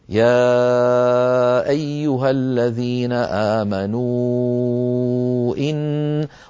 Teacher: عم يدخل إلى المد من طبقة منخفضة